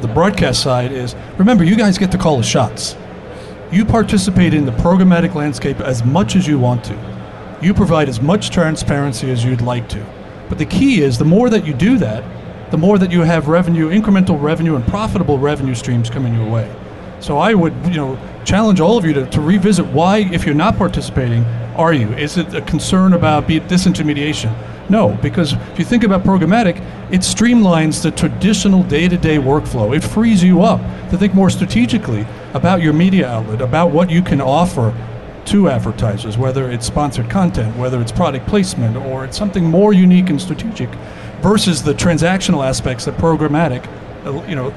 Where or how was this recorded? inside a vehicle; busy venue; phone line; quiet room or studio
busy venue